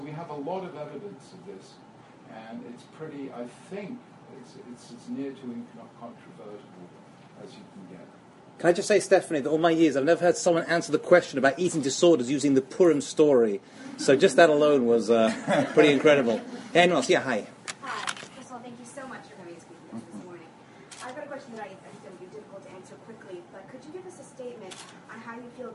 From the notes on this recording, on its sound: This is a recording of a talk given to Mechina students at Stern College for Women at Yeshiva University on 6th February 2014